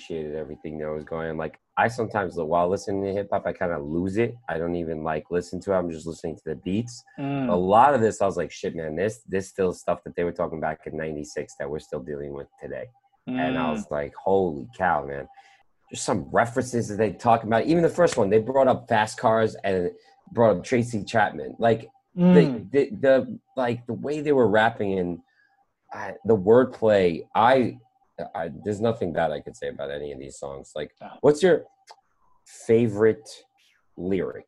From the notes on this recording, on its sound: We recorded this on August 3rd, 2020 on Zoom so there are small sound discrepancies due to Hurricane Isaias coming in towards NYC.